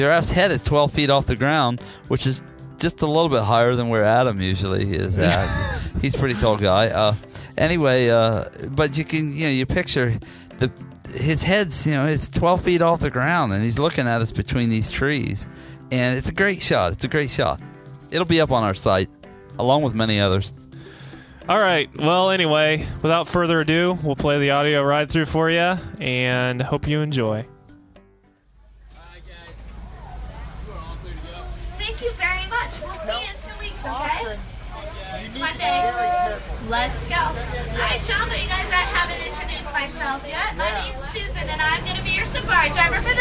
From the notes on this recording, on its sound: Listen to a ride through of the Kilimanjaro Safari ride as a bonus audio feature.